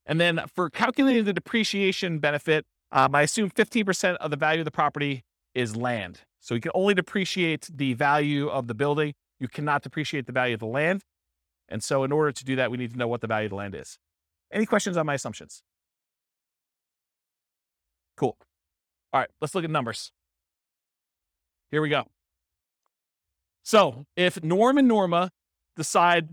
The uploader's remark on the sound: This was a live class recorded